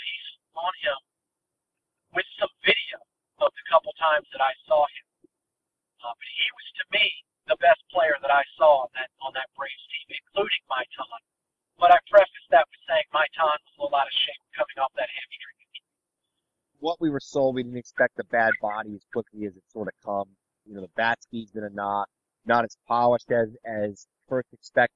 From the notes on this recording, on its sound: Truth be told, the audio is a little rough. Made the call from the car. Enjoy the smooth sounds of the road.